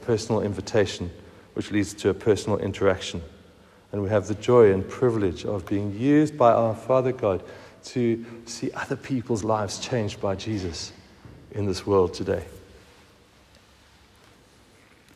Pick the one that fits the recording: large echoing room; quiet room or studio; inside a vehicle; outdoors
large echoing room